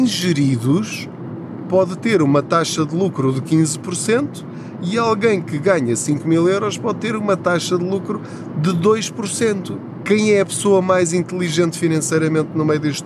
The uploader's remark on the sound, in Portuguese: Não ligue aos barulhos da viagem.